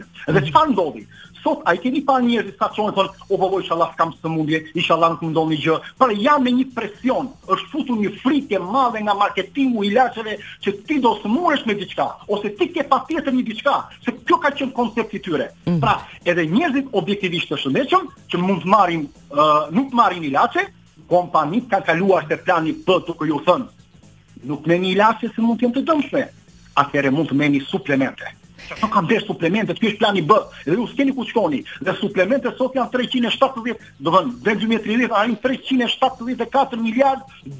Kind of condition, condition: link, phone line